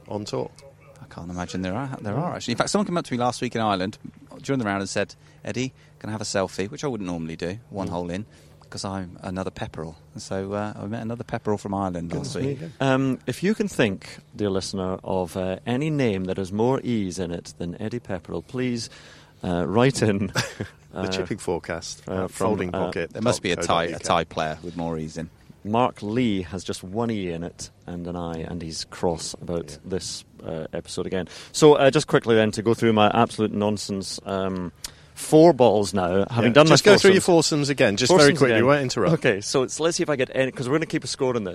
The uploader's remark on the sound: The inaugural in-person pod. Together at the BMW PGA Championship at Wentworth for the pro-am day, recording the show in between the first tee and the practice putting green.